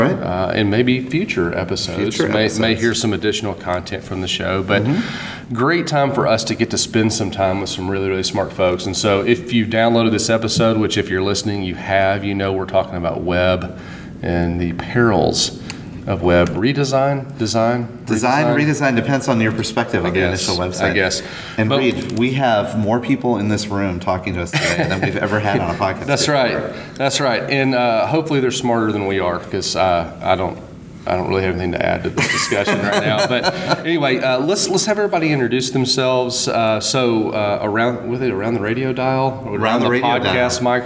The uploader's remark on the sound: the second “live” recording live from the Healthcare Internet Conference